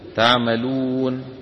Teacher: تعملون، النون مفتوحة في الوصل، لو وقفنا تسكن النون فتصير تعملون · Term: المد العارض للسكون